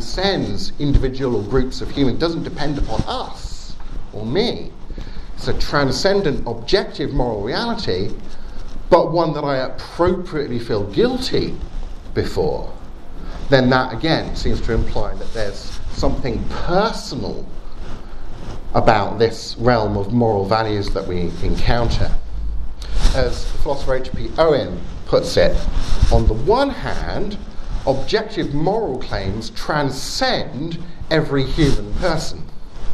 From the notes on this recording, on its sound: Talk with Q&A at Trondheim University's 'Skeptics Week', 7th March 2018.